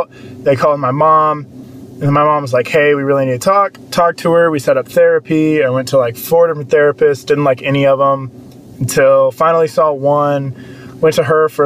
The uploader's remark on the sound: we record in a car!